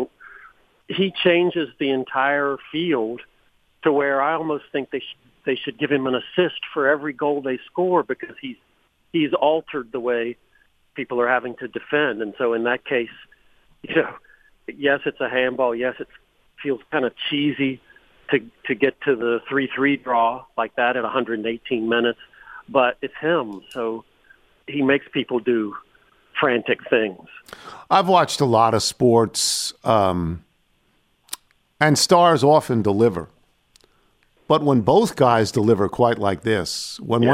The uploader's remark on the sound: calls in to talk about all of those things